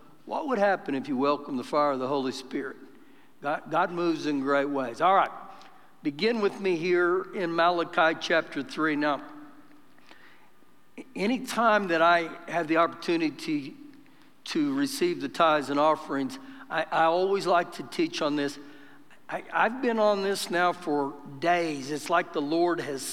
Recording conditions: live audience